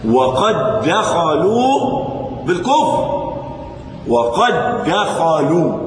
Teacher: نعم، دخل الحرف الأول في الثاني كما في قوله تعالى: وقد دخلوا بالكفر، وقد دخلوا، أدغمنا الدال الأولى الساكنة في الدال الثانية المتحركة. وسمي إدغام مثلين صغير، إدغام مثلين صغير.